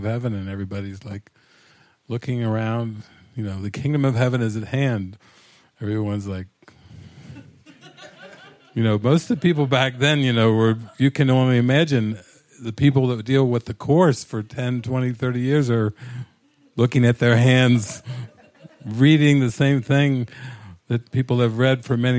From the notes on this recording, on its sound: Recorded at a public Saturday night gathering at La Casa de Milagros in Chapala, Mexico.